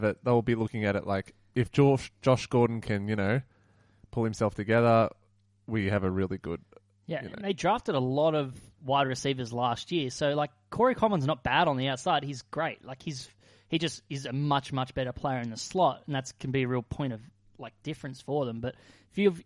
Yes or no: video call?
no